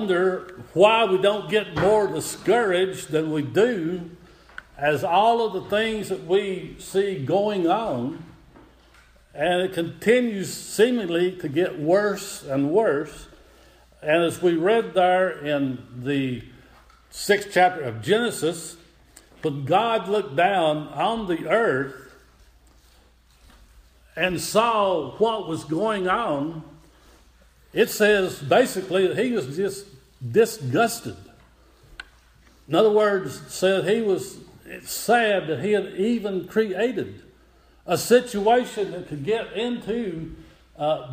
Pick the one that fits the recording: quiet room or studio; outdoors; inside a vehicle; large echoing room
large echoing room